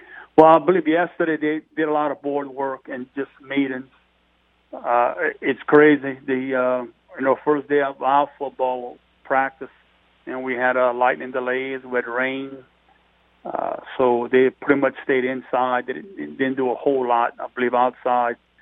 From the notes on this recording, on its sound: On the phone lines, we are joined by South Lafourche Athletic Director.